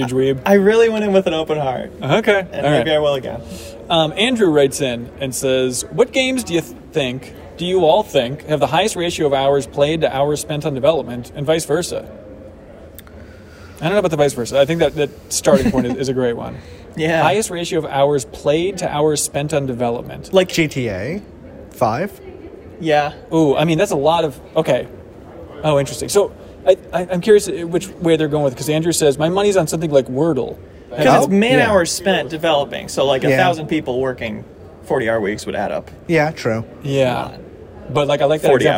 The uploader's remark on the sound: We're recording from the show floor at GDC 2022.